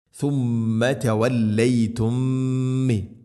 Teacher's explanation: ഇവിടെ മണിച്ചുകൊണ്ട് ഉച്ചരിക്കണം, മീമിനെ അടുത്ത മീമിലേക്ക് ഇദ്ഗാം ചെയ്യണം, കൂട്ടിലയിപ്പിച്ച് മണിച്ചുകൊണ്ട് ഉച്ചരിക്കുക · Term: ഇദ്ഗാമു തമാസിലേൻ